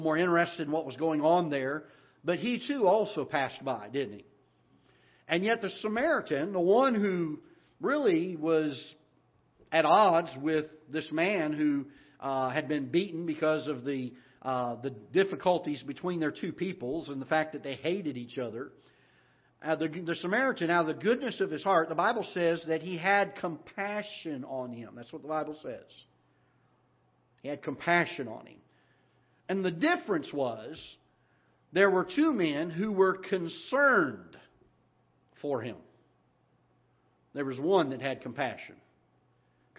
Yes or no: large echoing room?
yes